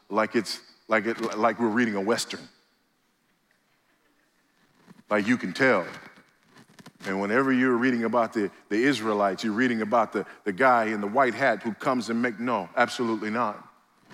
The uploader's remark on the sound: at the IOPT pre-conference event before the Founders "The Only God" national conference in Southwest Florida